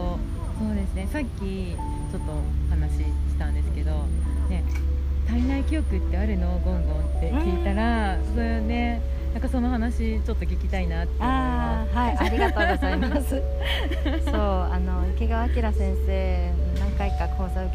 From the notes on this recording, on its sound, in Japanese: 国立駅の緑豊かな環境の木陰の下、配信を試みました。交通の雑音がバックにちょっと多めですが。